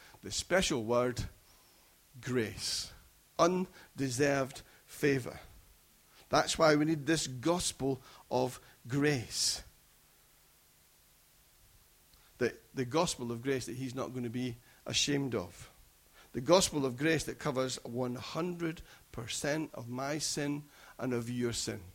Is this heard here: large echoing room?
yes